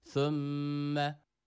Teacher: şeddeli olan mim harfini burada biraz tutuyoruz, hemen bırakmıyoruz. Gunneli bir harftir mim, birazcık tutuyoruz.